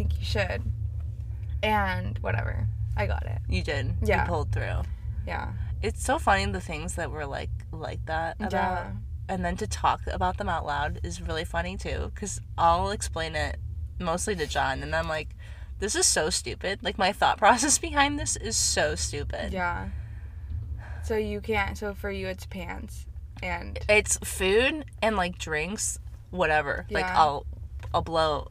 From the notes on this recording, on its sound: Buckle up, we're in the car again baby.